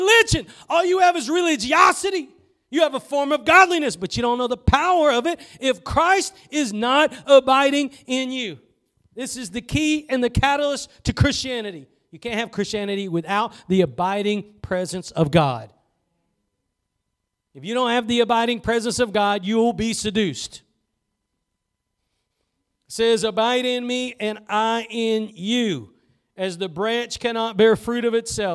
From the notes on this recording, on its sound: Preached at Gospel Lighthouse in Bossier City, La.